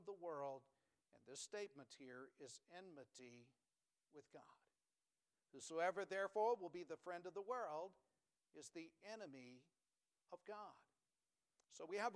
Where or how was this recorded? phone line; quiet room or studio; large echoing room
large echoing room